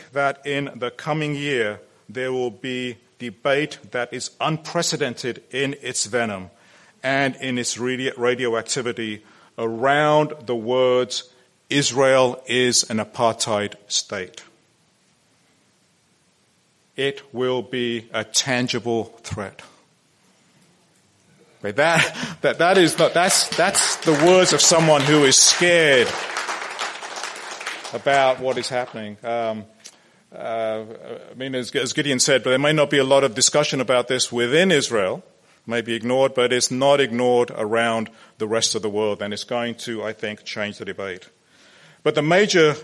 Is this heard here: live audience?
yes